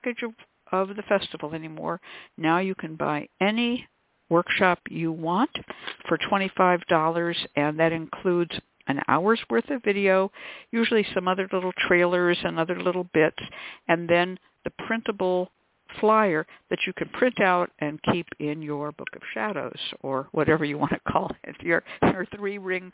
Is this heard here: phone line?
yes